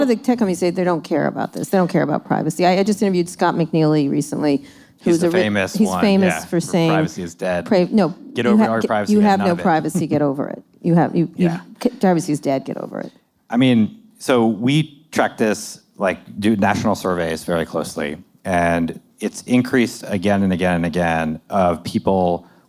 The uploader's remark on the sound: live conversation recorded at Made By We in New York City